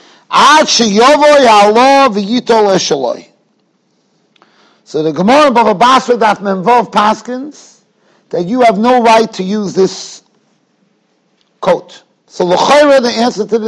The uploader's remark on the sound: Shiur recorded in Yeshivas Ohr Reuven, Monsey, NY.